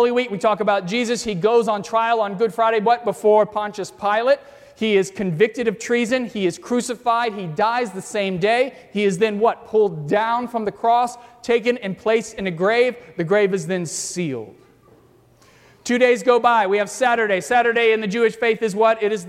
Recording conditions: large echoing room